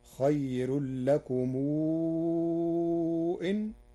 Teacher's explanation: قرأ ورش بصلة ميم الجمع مع مدها مدا مشبعا لوقوع الهمز بعدها